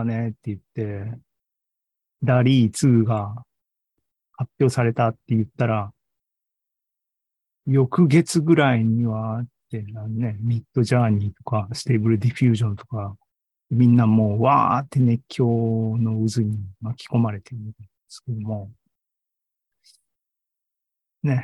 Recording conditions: video call